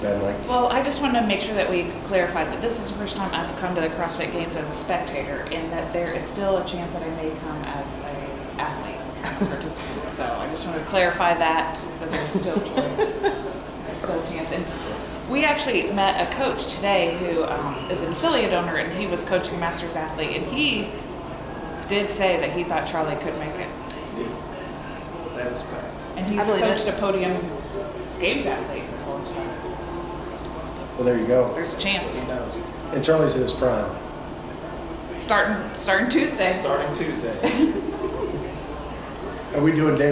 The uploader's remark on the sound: Friday Night Live at the CrossFit Games. Are spending the week in Madison, WI at the NOBULL CrossFit Games.